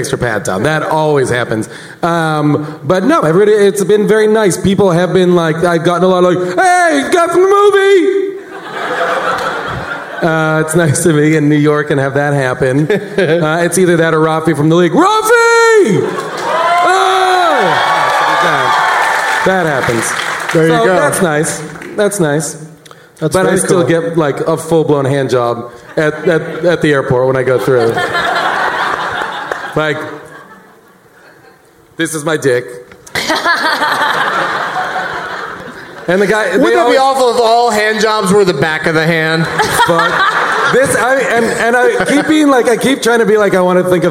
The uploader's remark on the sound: Live from the Gramercy Theatre in New York City